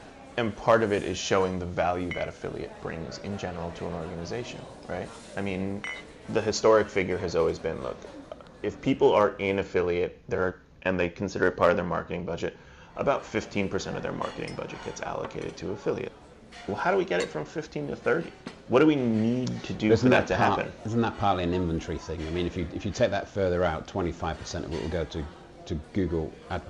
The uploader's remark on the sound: We join them in a breakout at PI Live.